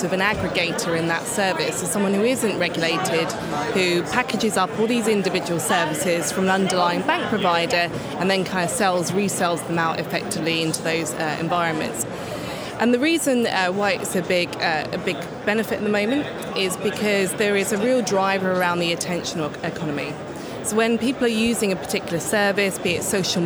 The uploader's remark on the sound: The second of three episodes recorded at Money20/20 Europe 2023, that took place in Amsterdam in June. We recorded a series of interviews with a number of the speakers from the conference.